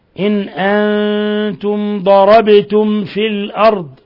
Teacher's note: باء ساكنة قلقل لأنها من حروف قطب جد